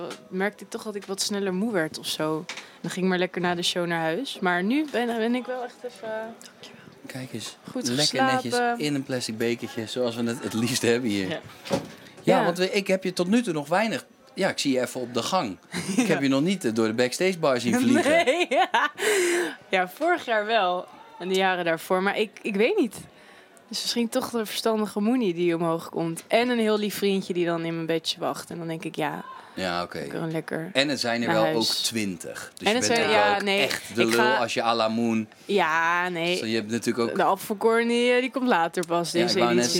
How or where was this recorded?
busy venue